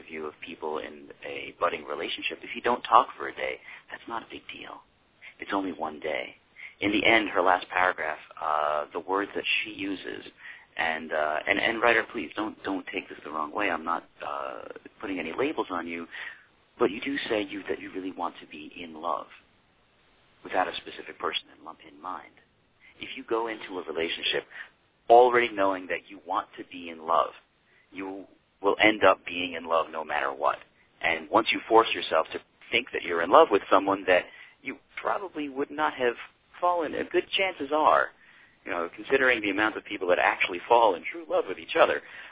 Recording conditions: phone line